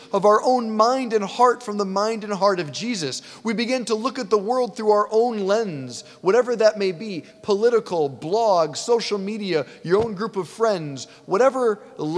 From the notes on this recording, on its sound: preached this homily on July 23, 2023 at St Basil the Great Catholic Church in Brecksville, OH